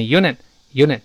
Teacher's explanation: 读快了呢，最后那个它失去爆破，读成 unit unit 就好了。它表示 a machine that does a particular job by